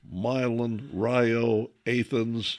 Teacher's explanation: all across Illinois, the accent is on the first syllable